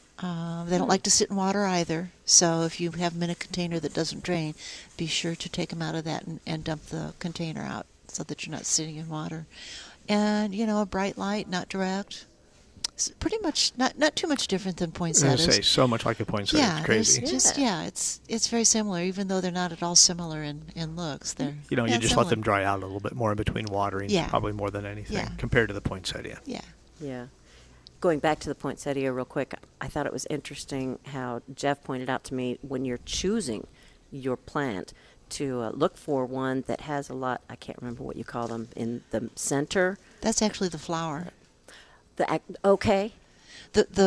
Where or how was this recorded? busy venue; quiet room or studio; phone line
busy venue